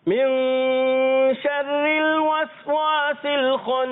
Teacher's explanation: خناس پھر نون مشدد میں کیا کریں گے ایک الف کا غنہ